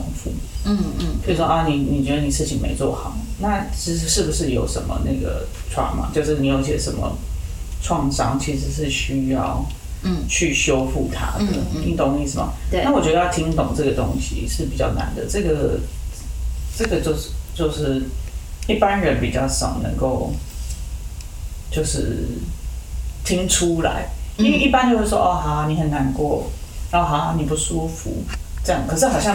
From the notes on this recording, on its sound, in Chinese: 本集錄音出現差錯，導致音質下降還請見諒